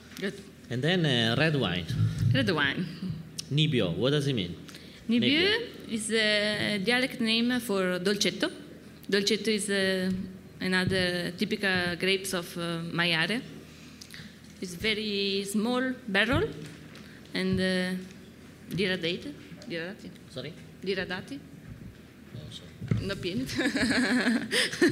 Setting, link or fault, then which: setting, busy venue